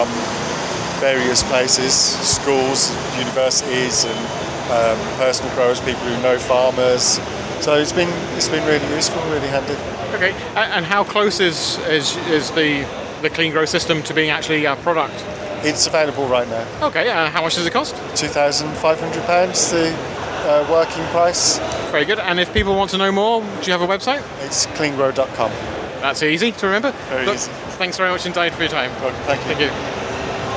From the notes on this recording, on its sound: CleanGrow’s Nutrient Analyzer at Gadget Show Live. Tells me more about it at Gadget Show Live.